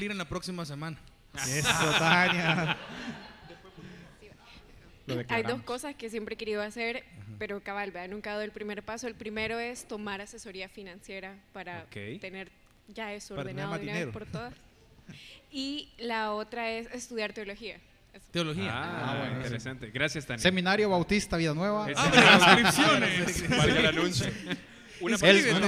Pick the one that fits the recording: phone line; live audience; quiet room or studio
live audience